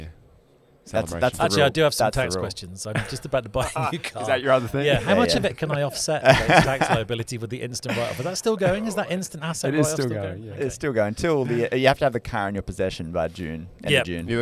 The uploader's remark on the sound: Live From Accountex. We sit down in the caravan of fun.